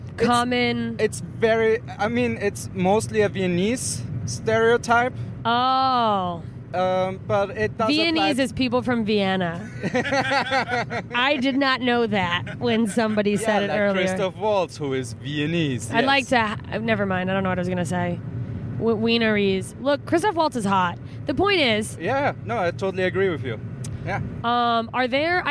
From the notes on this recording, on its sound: Episode recorded in a car in Austria with two Austrian comics on our way to a show in Salzburg!